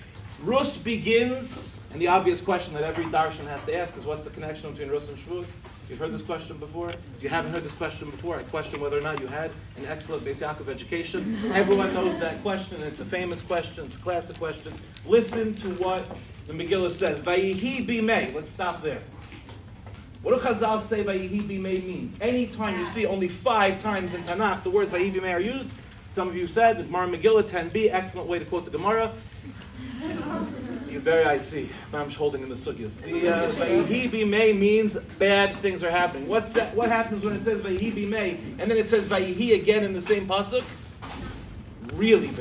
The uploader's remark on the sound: In this shiur, delivered in Michlala